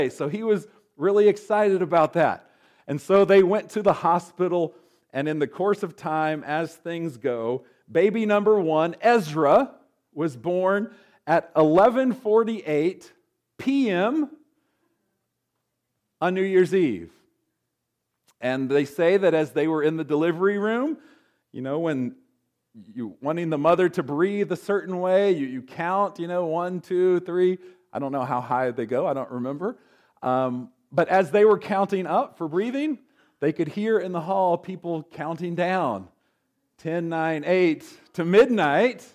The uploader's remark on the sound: recorded on January 13, 2024, at Ringgold Seventh-day Adventist Church.